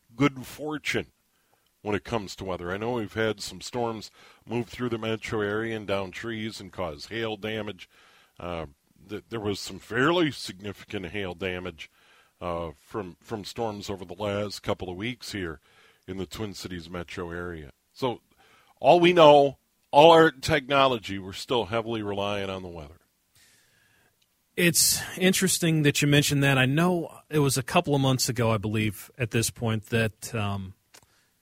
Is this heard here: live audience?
no